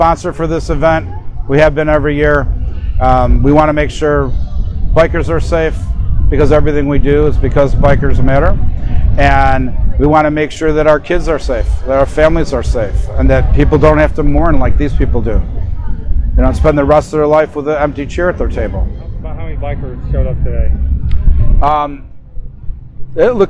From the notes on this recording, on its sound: We are on location at Woodstock Harley-Davidson for the My Childs Life Matters ride against fentanyl.